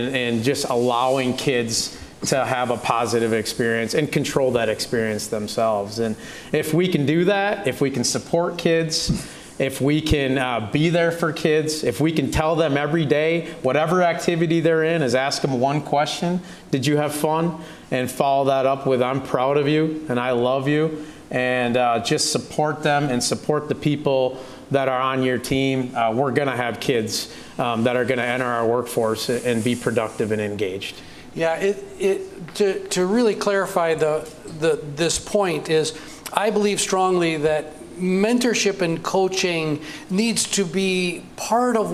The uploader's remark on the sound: This is the third and final installment from The Balancing Act Podcast - LIVE, which was recorded on November 15, 2023, at The Main in downtown La Crosse, Wisconsin.